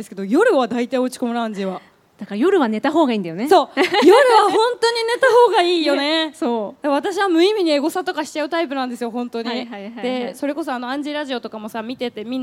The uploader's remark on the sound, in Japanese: ららぽーと豊洲での初の公開収録の模様をお届け！